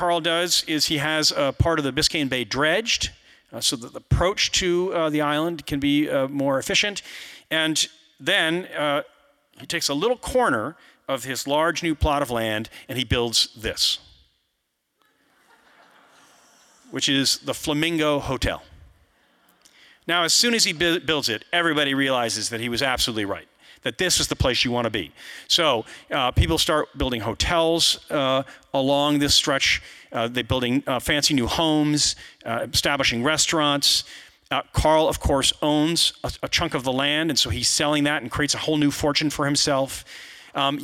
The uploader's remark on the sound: you’ll hear the audience react to some visuals